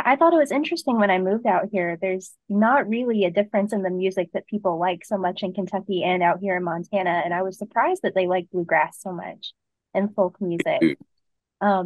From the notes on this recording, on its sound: Chats over Zoom with two members of the Grammy award winning bluegrass band.